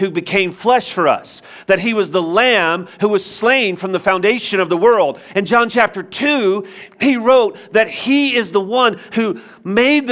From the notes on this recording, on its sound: Join us for a new teaching live from Covenant Church!